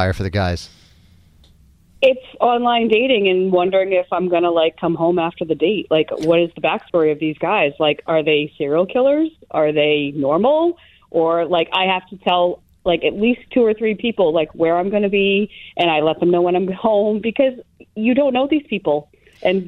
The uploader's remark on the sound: Listeners called in to say what their Roman Empire is!